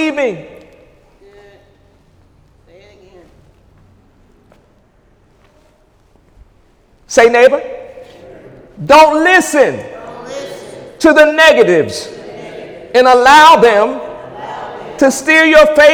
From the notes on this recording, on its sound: During Sunday morning service on January 28, 2018